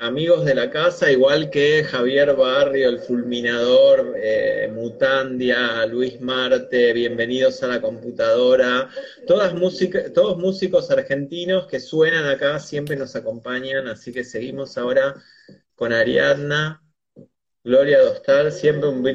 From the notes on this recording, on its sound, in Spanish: Audio mala calidad de entrevista.